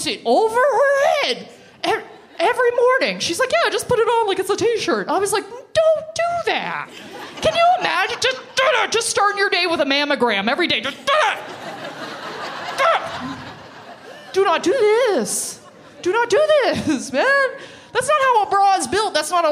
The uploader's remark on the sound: From the Big Sound Comedy Festival in Parry Sound